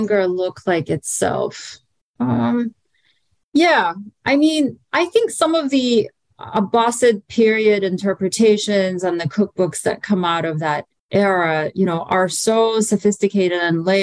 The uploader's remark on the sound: Following the interview, there is a moderated town-hall-style Q&A with questions coming from the live virtual audience.